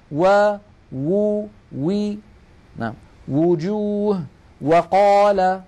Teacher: الواو تخرج بانضمام الشفتين إلى الأمام مع إبقاء فرجة بينهما، يعني في هناك فجوة.